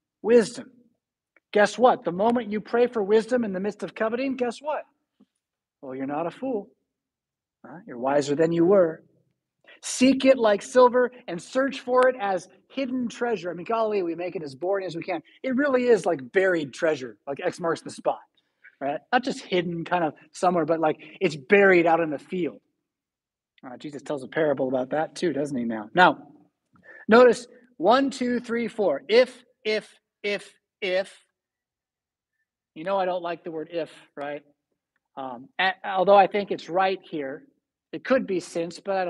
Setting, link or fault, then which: setting, large echoing room